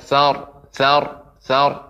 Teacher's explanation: ro yang sukun di ujung dia dibaca tebal